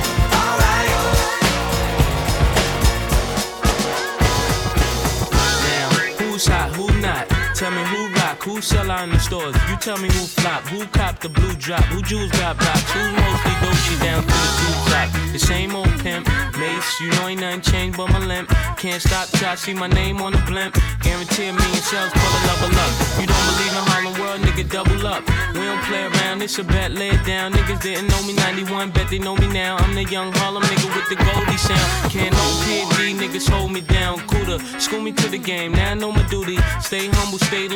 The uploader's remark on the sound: Live DJ Mix recorded at a wedding at The Meadow Wood on March 13, 2020